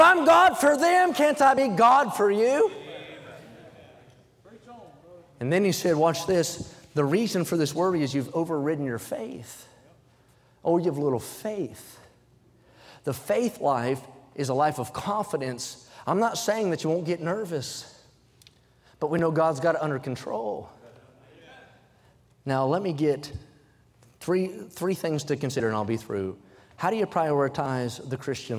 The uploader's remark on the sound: during the Sunday Morning service on July 23, 2023, at North Valley Baptist Church in Santa Clara, California.